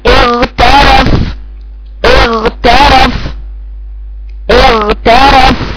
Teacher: هطول الغين شوية لانه حرف رخو